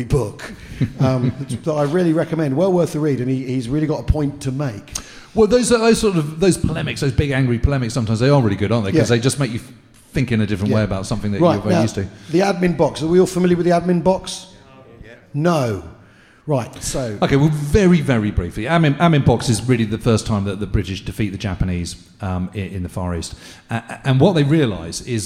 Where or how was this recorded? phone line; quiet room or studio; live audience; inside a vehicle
live audience